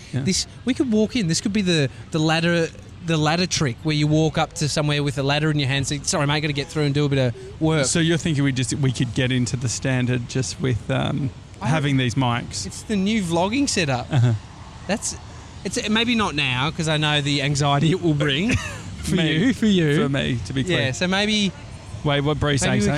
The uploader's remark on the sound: Walking The High Line In NYC. The High Line is a former New York Central Railroad, now 2.3KM park. While we walk along the park, we chat. We do a live vox-pop!